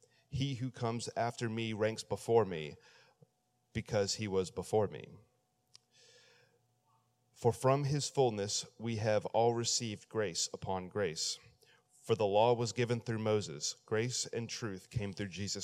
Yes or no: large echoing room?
yes